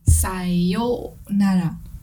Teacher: the o sound is extended to be a little bit longer